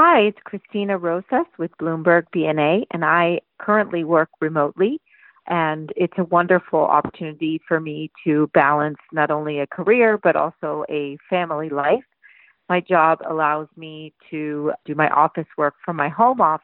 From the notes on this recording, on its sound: Asked our listeners to call in and leave their stories. We have a diverse group of 13 stories ranging from marketers, librarians, attorneys, techies, and more from North America and even from Europe.